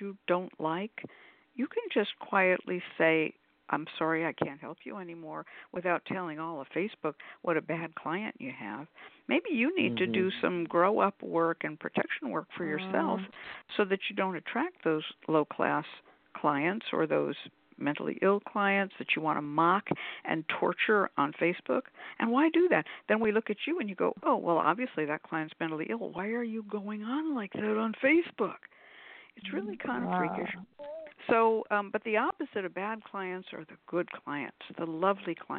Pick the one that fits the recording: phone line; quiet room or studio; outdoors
phone line